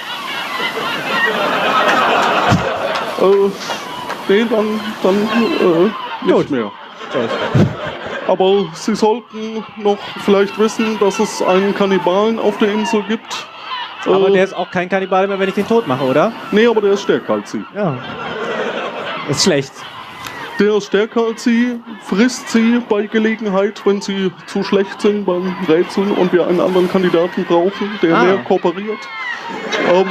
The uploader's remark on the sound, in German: 33c3-sendezentrum. Eine Kandidat:in aus dem Publikum kämpft live um ihr überleben.